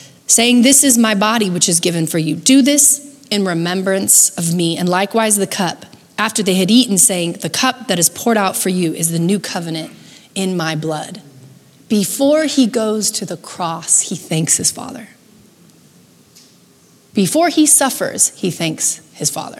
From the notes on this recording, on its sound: Recorded live at Capital Church in Meridian, Idaho